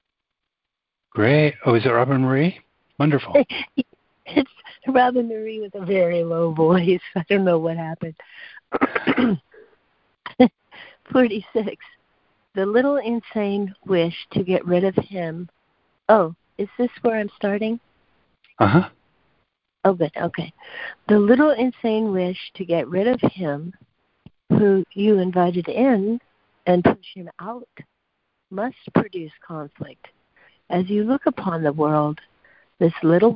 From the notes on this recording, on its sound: ACIM Daily Conference Call.